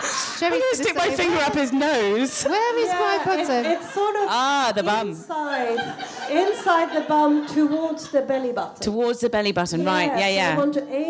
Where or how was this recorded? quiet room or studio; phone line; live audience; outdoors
live audience